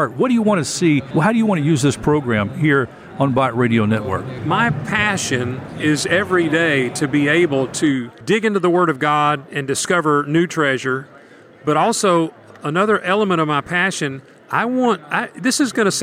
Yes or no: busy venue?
yes